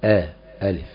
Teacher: فالألف إذا بدأ بها أولا كانت همزة وهي أول المخارج من أقصى الصدر